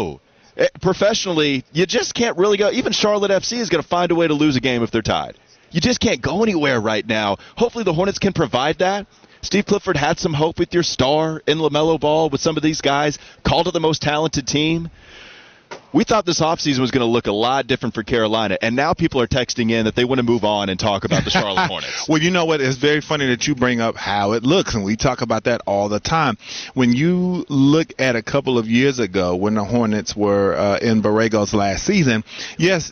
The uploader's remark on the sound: Live From Hornets Media Day